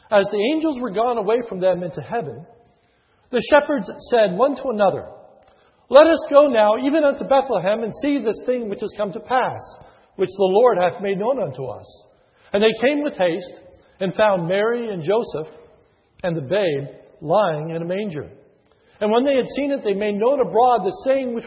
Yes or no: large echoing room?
yes